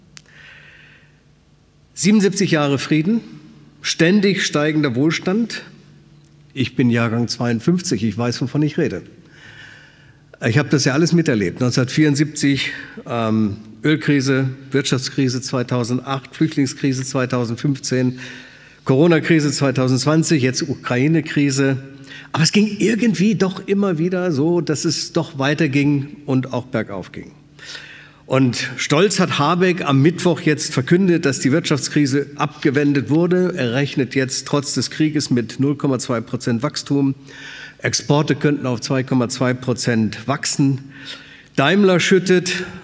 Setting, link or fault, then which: setting, large echoing room